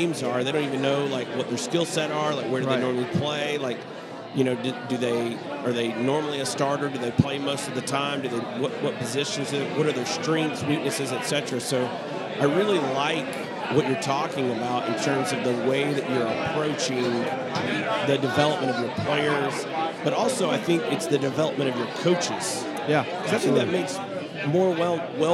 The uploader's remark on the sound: Live at the Bar of the US Soccer AGM.